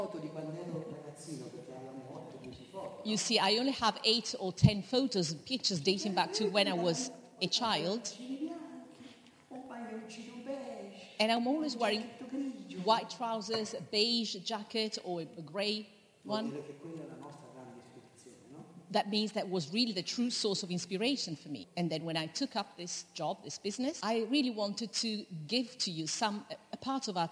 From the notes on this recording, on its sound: In front of a live audience, in a theatre in the village of Solomeo, Italy.